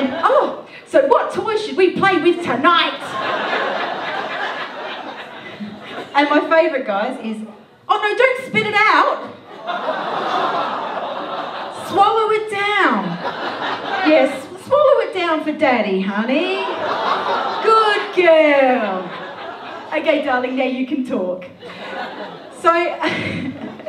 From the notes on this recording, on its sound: Melbourne International Comedy Festival Melbourne Town Hall, 2014. Melbourne International Comedy Festival Melbourne Town Hall, 2014.